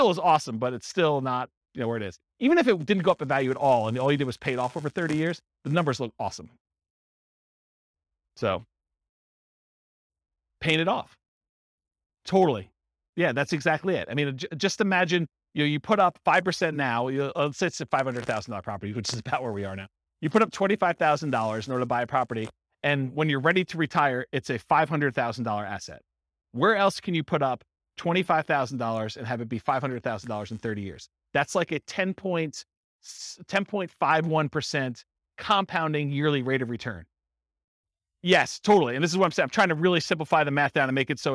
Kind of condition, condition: setting, live audience